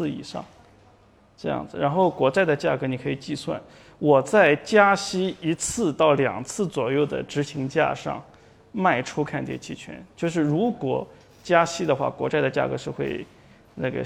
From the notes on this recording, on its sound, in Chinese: 本期音频来自2019DNOC期权夏季嘉年华，圆桌论坛部分内容分享